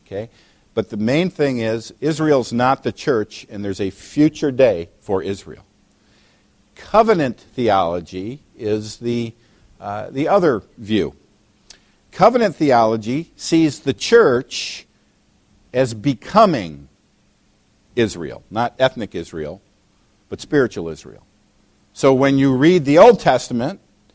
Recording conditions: large echoing room